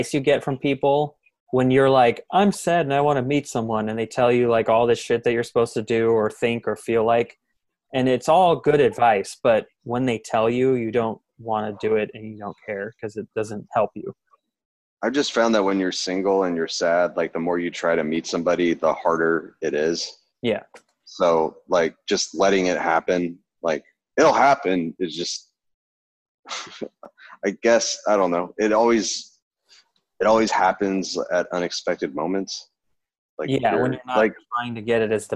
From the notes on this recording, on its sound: We’re back with another Zoom call episode.